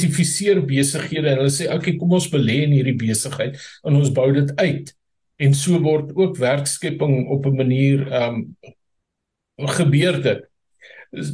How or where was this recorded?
video call